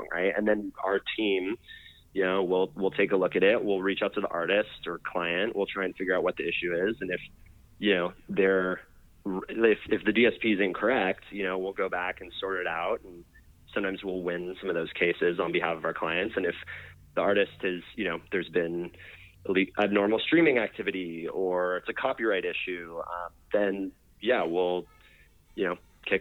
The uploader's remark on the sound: called